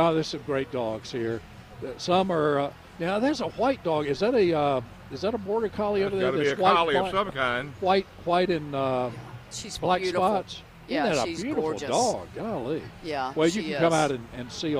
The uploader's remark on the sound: broadcasting live from the NC Pet Expo